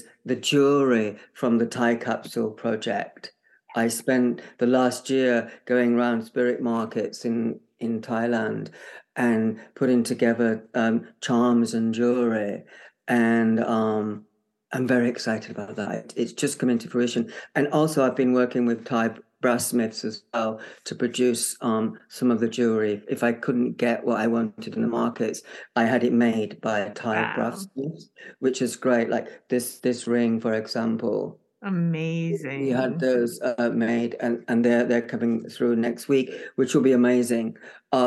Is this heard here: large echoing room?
no